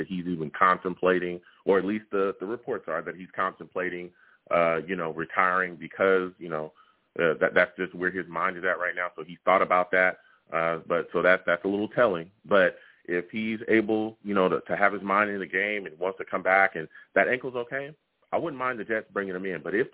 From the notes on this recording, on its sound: I take live callers!